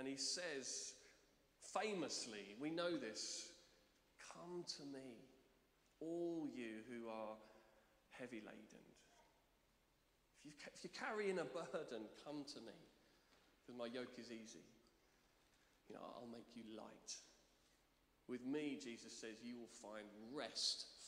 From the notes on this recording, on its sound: Streamed live at St Paul's Shadwell on Sunday, 9 July 2023.